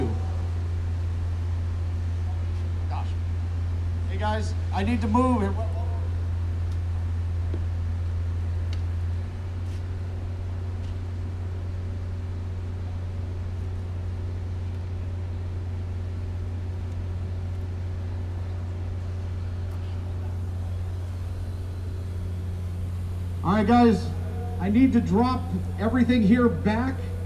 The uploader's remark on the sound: 9-1-1 TV Series on set/site city hall streets sounds and action